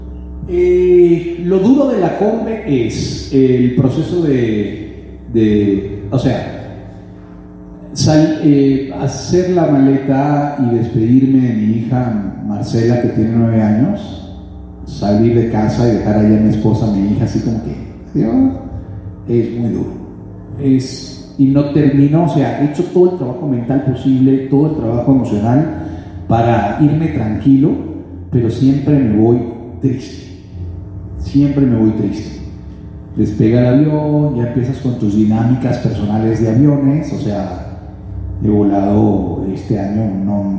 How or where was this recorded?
large echoing room